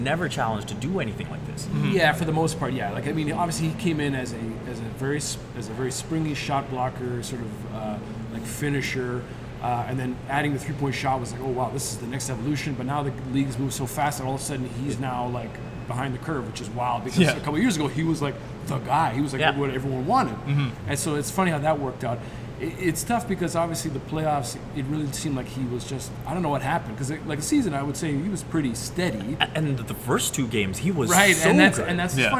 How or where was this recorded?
busy venue